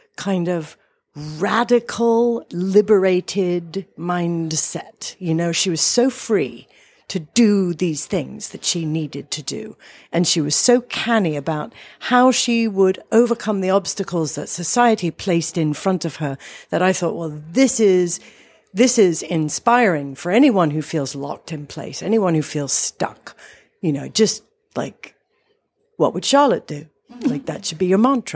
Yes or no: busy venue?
yes